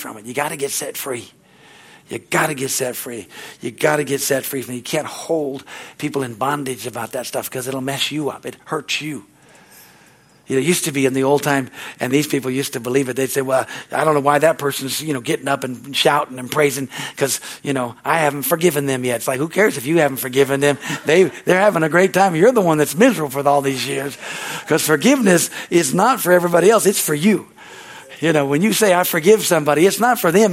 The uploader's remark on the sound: the Wednesday service on July 12, 2023 at Harvest Bible Church in Stockton, CA.